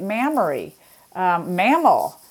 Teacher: words beginning with what we call bilabial sounds, of which M is one